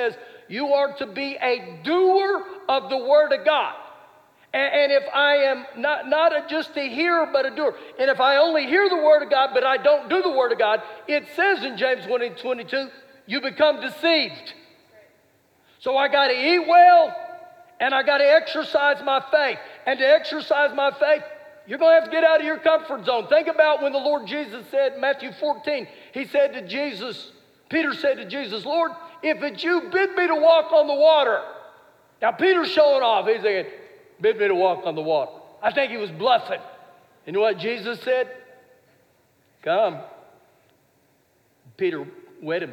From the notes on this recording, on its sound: Recorded live during our Wednesday night service